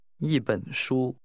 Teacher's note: The measure word 本 is pronounced with a falling, rising tone.